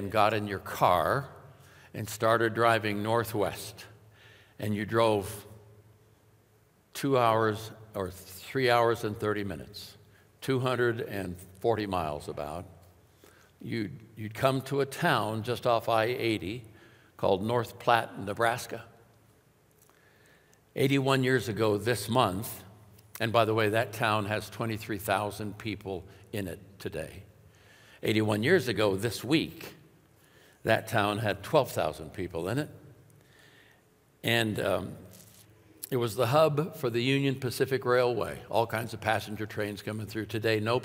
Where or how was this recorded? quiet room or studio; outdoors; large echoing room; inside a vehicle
large echoing room